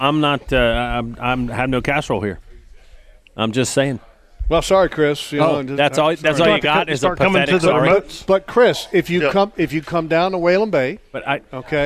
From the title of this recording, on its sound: LIVE from Waylen Bay Marine